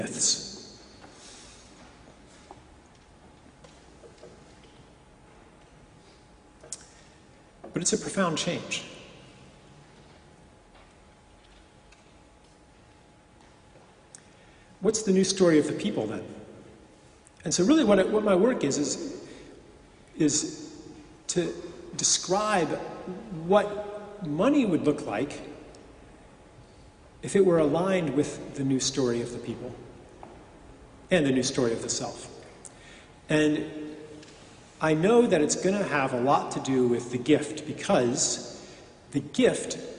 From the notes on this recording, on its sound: At the Moot Community of the Guild Church of St Mary Aldermary in the City of London and in front of a packed crowd.